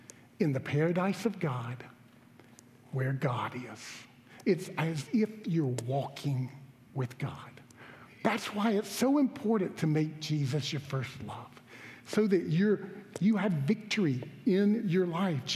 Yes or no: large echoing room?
yes